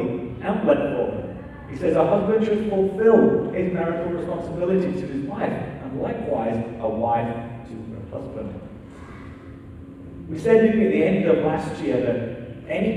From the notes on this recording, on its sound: still with sound issues for the recording